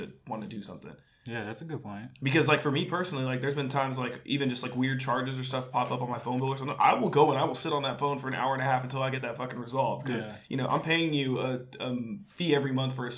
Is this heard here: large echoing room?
no